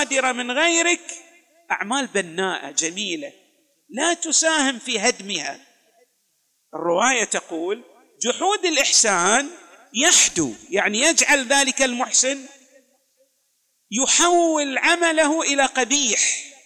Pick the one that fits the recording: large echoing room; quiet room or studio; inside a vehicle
large echoing room